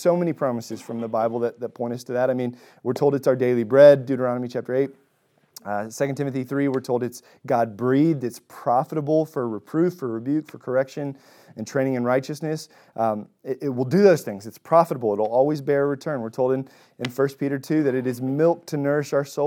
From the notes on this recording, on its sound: Recorded at Emmaus Church in Buford, GA.